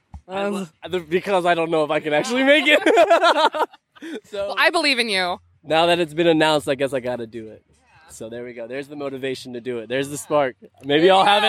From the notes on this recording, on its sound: Live at Cosplay Beach Party